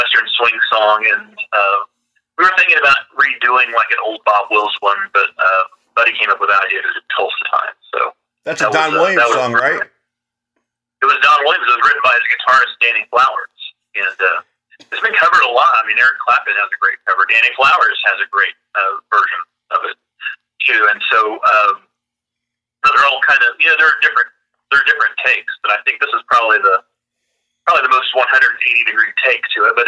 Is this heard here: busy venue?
no